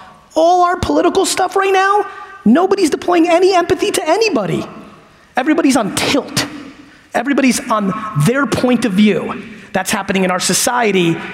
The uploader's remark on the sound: from the LinkedIn Talent Connect Keynote I gave in Dallas